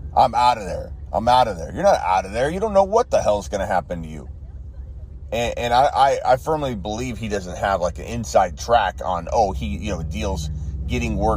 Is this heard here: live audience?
no